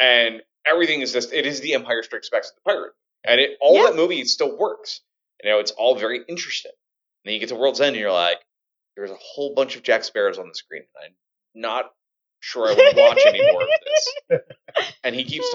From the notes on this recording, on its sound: As they live stream the show for the first time (minor audio issues, and audio improvements…..)